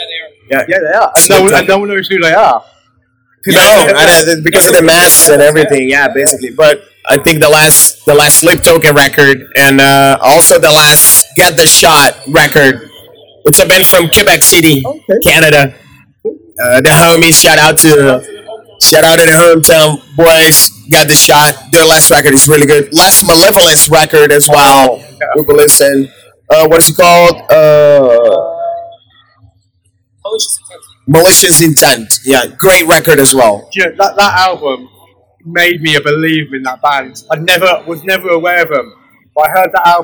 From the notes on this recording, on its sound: Sorry for the bad audio